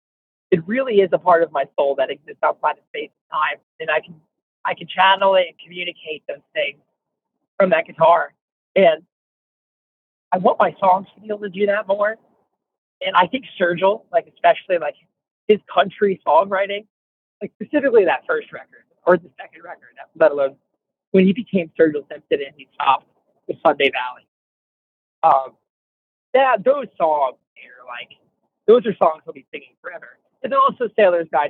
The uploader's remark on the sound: In a phone interview